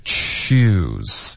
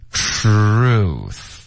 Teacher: 这个 TR 的这个音呢，它的结尾发这个 R 的音，你的嗓子会跟着震动的 · Shown in: second take